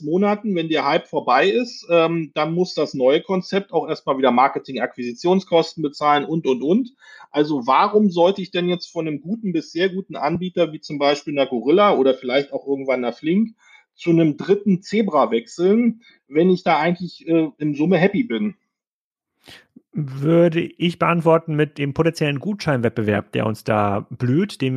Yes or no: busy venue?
no